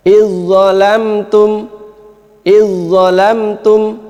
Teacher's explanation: Maka ini idgham kamil, maka dzal seakan-akan tidak ada.